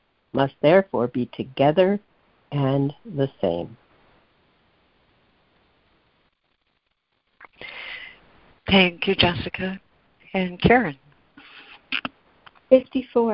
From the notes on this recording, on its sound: ACIM Daily Conference Call